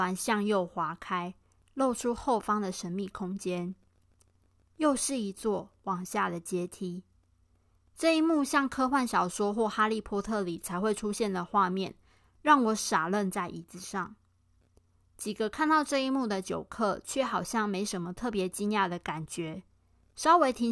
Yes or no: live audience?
no